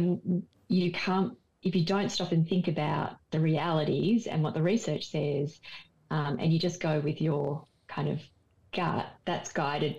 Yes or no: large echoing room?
no